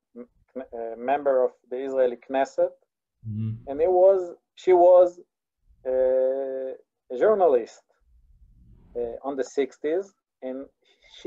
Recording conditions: video call